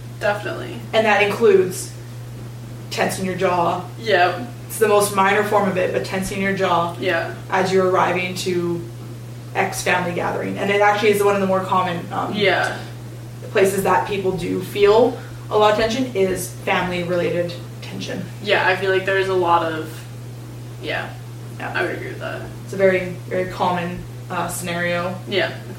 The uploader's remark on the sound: The audio for this episode is not great. We had a bit of a mix up with recording and it turns out the mics were not on...Oops! If you are willing to look past the audio quality.